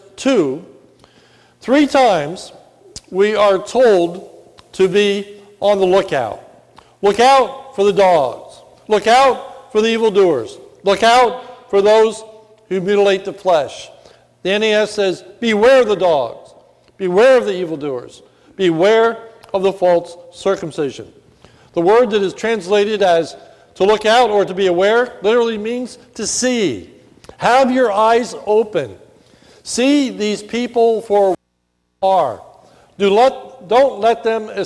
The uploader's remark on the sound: This is a sermon recorded at the Lebanon Bible Fellowship Church in Lebanon, PA. During the morning service. It was a Communion Service.